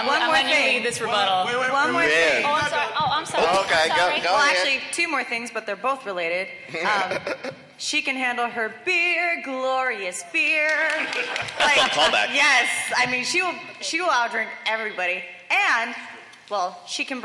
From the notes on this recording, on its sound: We have the audio from the Unnecessary Debates at LACC! Los Angeles 2019.